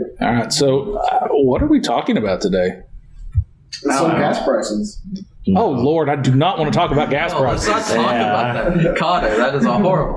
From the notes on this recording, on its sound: AUDIO ISSUES. Had some soundboard issues (don't leave your podcast equipment unattended around kids that aren't in the podcast class). The audio quality is pretty bad.